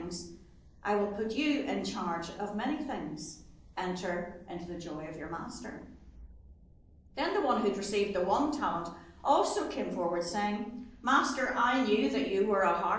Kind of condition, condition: setting, large echoing room